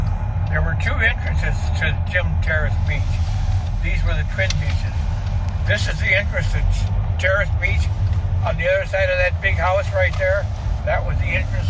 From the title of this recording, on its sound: Catawba Island Driving Tour